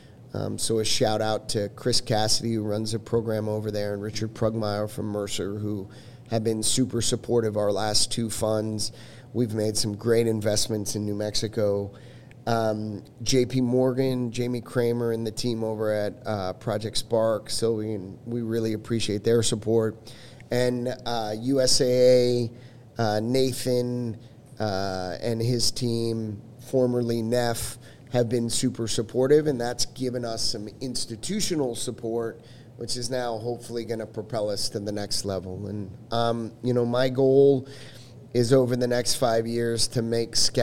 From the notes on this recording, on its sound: The episode was recorded at Capital Factory's Fed Supernova in August of 2023. The episode was recorded at Capital Factory's Fed Supernova in August of 2023.